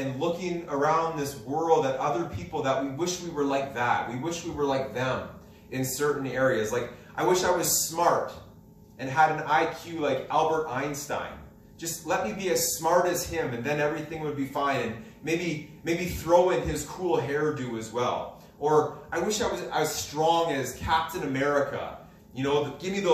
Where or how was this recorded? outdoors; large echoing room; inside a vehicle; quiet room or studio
large echoing room